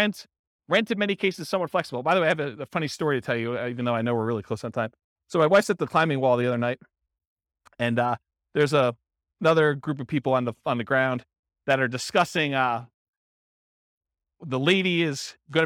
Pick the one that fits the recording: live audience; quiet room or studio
live audience